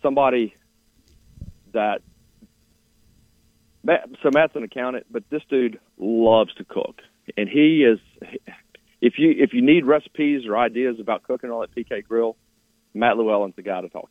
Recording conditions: phone line